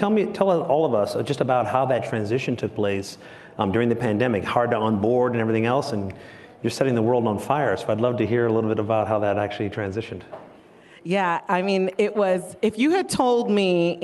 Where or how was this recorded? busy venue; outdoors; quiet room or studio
busy venue